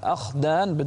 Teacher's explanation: بدون غنة ولا تقلقل الخاء · Term: بدون قلقلة